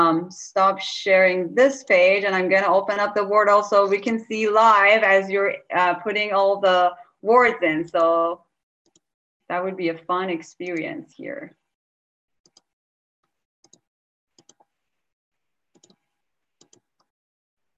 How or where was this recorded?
video call